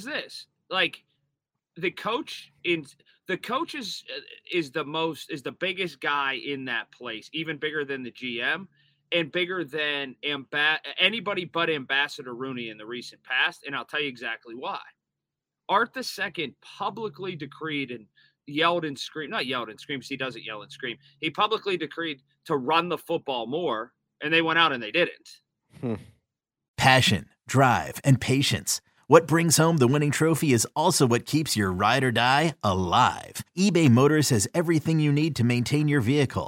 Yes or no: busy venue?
no